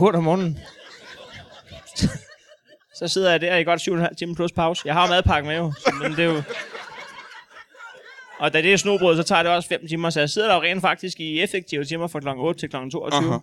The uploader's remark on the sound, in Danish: LIVE fra Odsherred